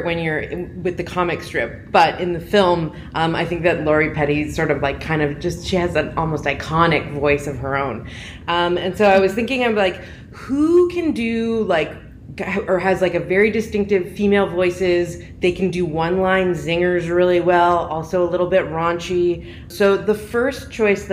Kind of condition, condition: setting, busy venue